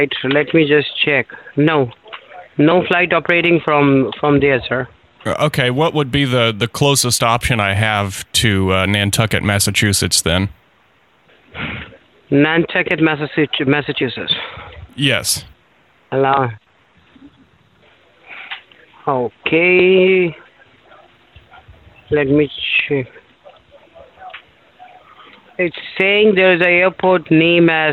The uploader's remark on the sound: One-on-one with working professionals via the telephone.